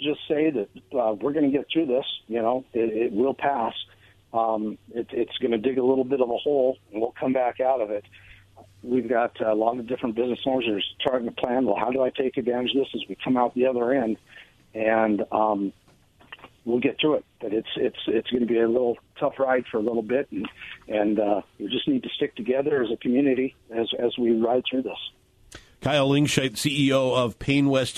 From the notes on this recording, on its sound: Special phone guest